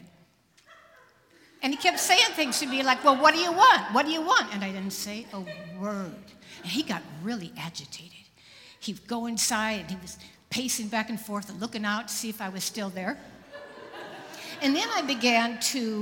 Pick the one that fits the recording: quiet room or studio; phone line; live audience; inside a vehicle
live audience